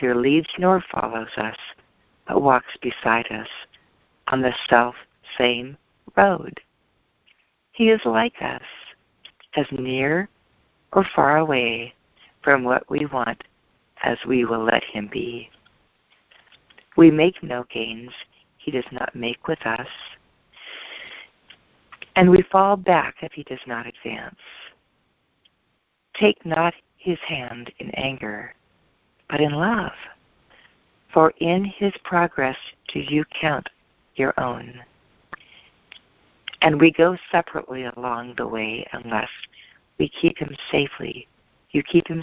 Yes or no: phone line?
yes